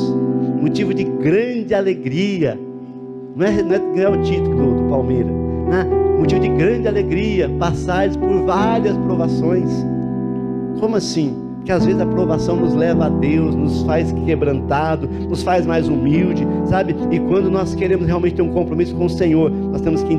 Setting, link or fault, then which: setting, large echoing room